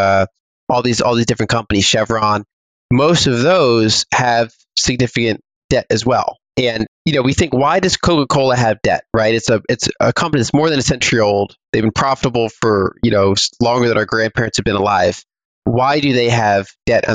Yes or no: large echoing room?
no